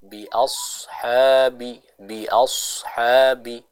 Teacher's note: kita membaca dengan menebalkan huruf sad